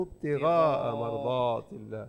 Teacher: الغين مفخمة والضاء مفخمة